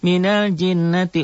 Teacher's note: dibaca dobel dengung ke hidung ditahan 1 alif sampai 1 alif setengah · Term: gunnah